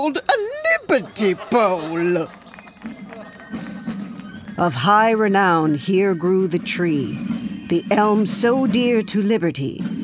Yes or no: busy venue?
yes